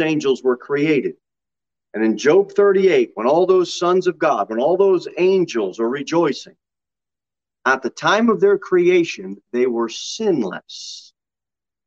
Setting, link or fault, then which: setting, large echoing room